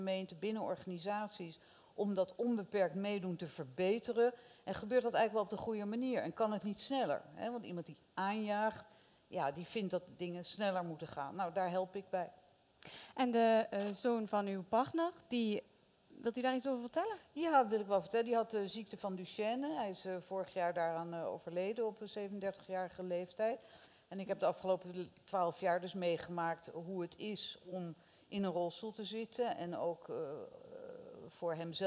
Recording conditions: busy venue